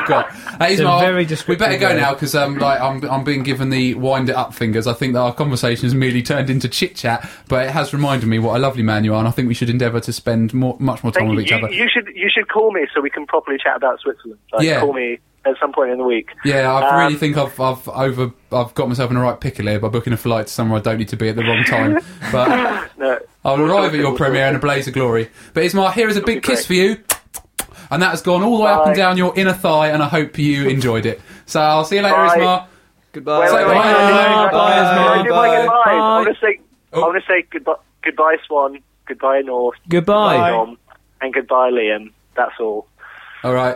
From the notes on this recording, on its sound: A solo musician who not only pops in for a chat, but also performs live and shares the art of looping with the boys. A phone call to a very special friend of the show.